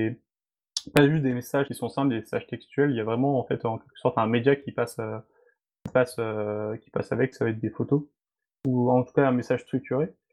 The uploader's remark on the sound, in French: Émission enregistrée le 14 mai 2020 sur Mumble, dans le salon La voix est libre du serveur de Picasoft.